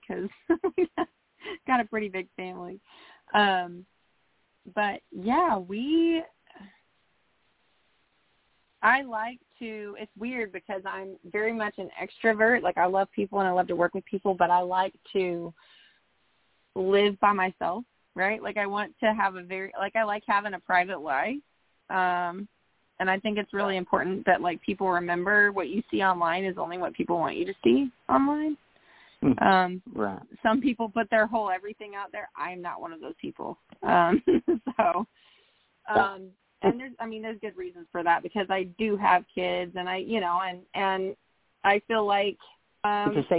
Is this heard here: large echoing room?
no